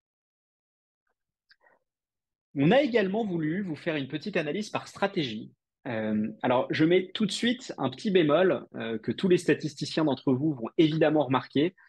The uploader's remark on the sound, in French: Cet épisode est l'audio de notre webinar